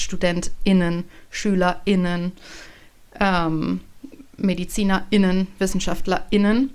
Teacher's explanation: durch so eine kurze Sprechpause, den Glottisschlag. Kann man auch Genderpause zu sagen.